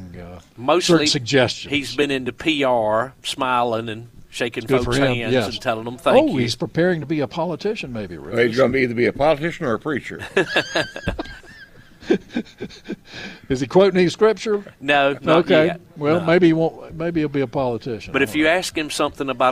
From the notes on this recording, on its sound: broadcasting live from Bell’s Carpet & Floors